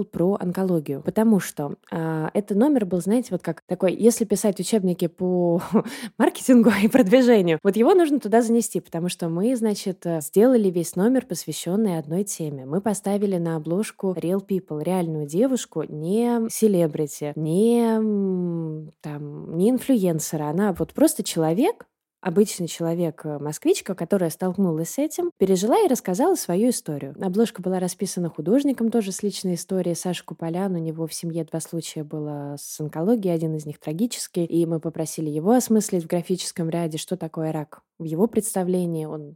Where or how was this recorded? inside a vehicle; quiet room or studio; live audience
quiet room or studio